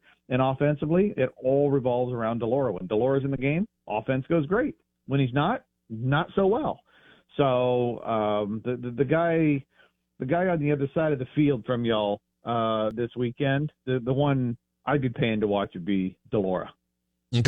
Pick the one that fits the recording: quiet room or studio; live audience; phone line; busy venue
phone line